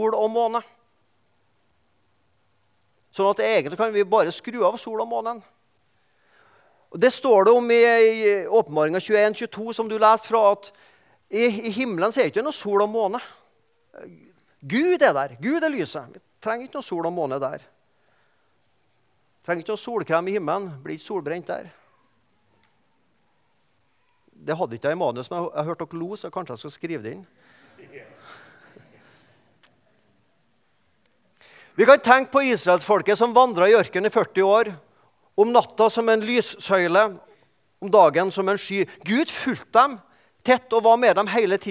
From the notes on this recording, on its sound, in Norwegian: i gudstjenesteni Misjonshuset